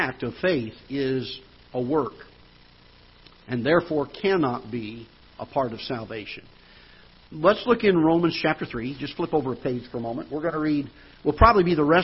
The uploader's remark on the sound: Ketha Heights Baptist Church ~ Live Broadcast